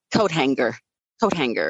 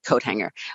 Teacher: adding the hard G in coat hanger · Shown in: first take · instead of coat hanger.